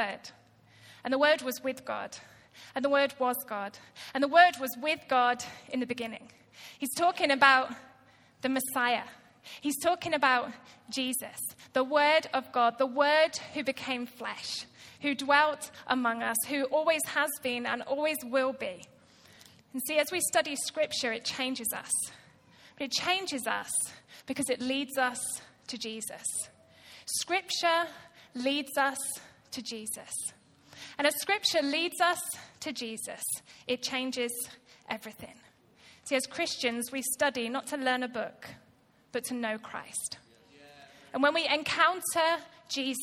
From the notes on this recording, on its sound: Recorded live at Life Church Lancashire on 27th January 2019.